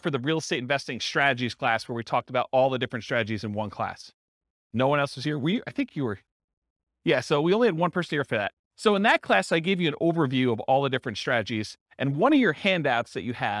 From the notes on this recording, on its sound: This was a live class recorded